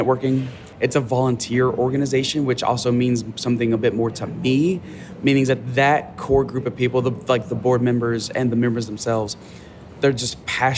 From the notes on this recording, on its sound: This interview was recorded during Transworld